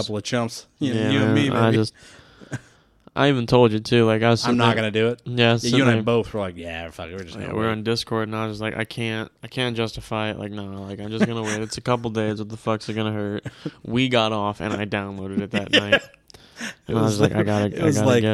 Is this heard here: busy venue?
no